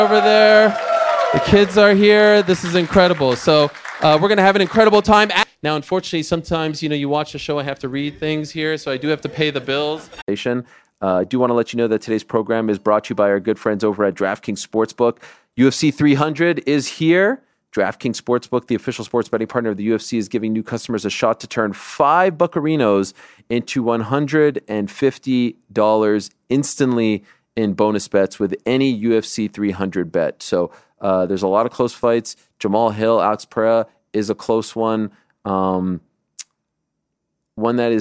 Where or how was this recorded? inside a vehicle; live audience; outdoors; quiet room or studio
live audience